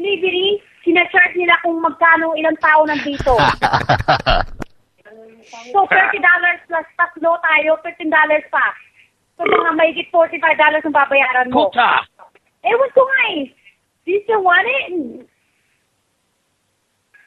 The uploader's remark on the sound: Prank Phone Calls Collection